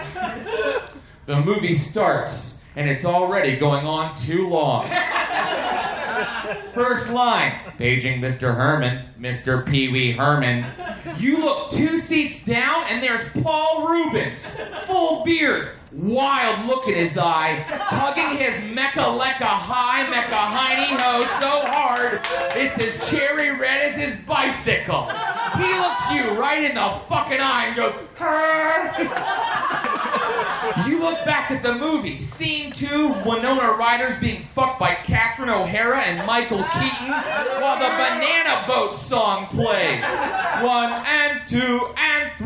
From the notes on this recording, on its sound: Recorded live at The Virgil in Los Angeles, September 20, 2015.